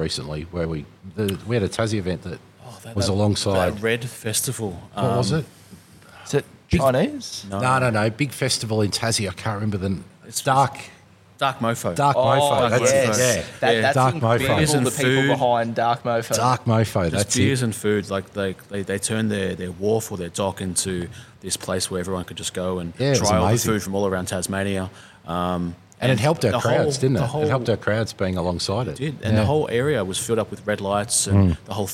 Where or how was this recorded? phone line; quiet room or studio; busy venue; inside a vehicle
busy venue